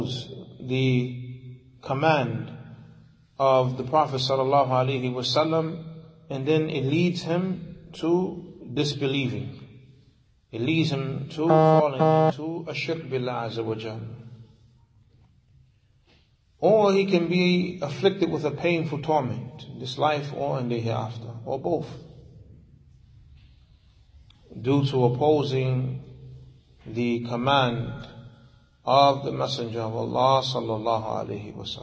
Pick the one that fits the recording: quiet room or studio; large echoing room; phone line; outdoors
large echoing room